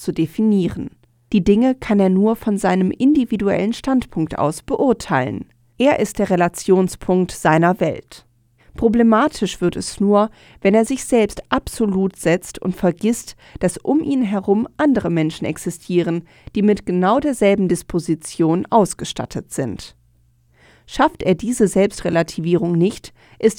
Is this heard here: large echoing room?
no